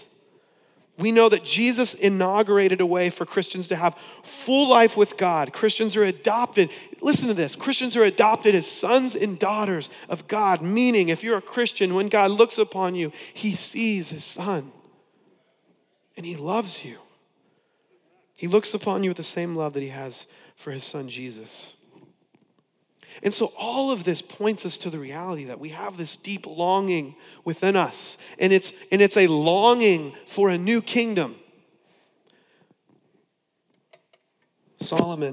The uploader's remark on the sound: preached on November 22, 2015 at Veritas West